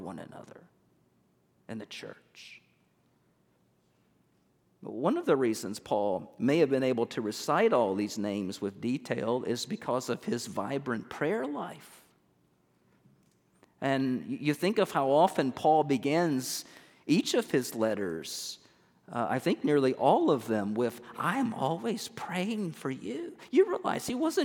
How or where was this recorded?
large echoing room